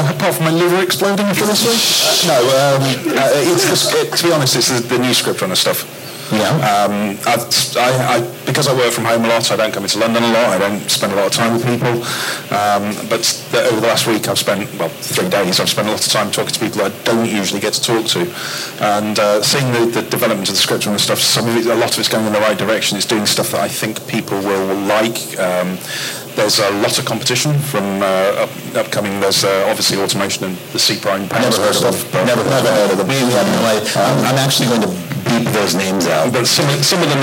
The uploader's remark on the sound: Recorded LIVE At Adaptavist Winter Conference 2018. Recorded a live session at Adaptavist's Winter Conference in London!